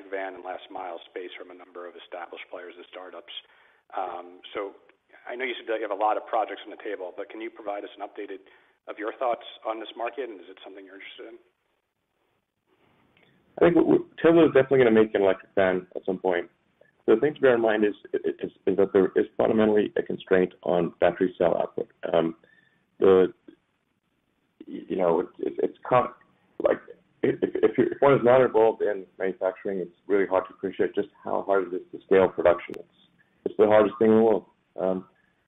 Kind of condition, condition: link, phone line